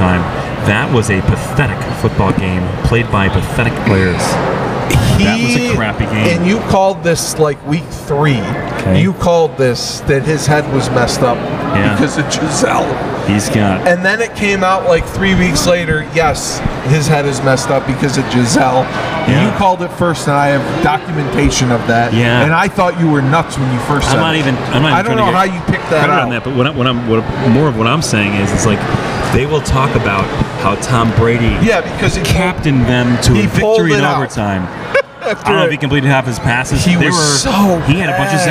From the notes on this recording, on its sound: Sangertown Mall- On Location. Record in front of an eager audience at the Sangertown Mall in New Hartford.